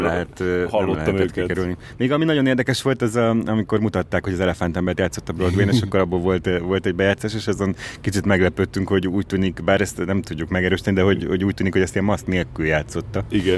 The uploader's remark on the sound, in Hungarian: A magyar kisfilm cannes-i vetítésére bandukolva felidéztük. A moziterembe érve még pont meg tudtuk kérdezni.